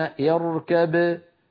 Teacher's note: الباء في الميم يعني يحولون الباء إلى ميم وينطقون ميما مشددة، لو وقفوا على الأولى يقولون اركب بباء ساكنة مقلقلة